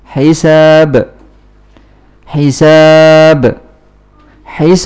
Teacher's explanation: Karena aslinya dhammatain, run. Sehingga menunjukkan mad bertemu dengan sukun arid, disebut mad arid li sukun, boleh dua, boleh empat, boleh enam, minimalnya dua.